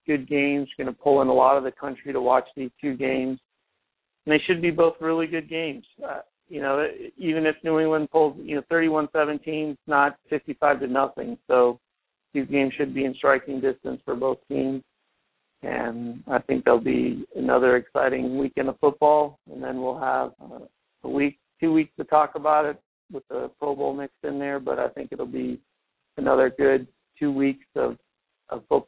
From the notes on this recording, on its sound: your calls and comments